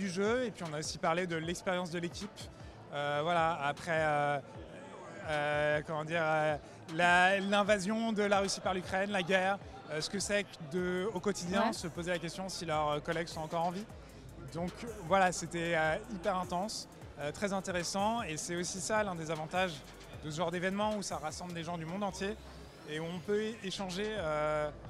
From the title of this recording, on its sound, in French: En direct de la Gamescom 2023